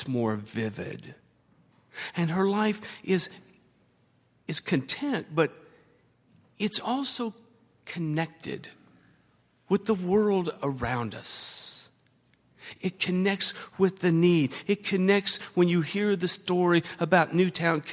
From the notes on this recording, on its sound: at Highland Baptist Church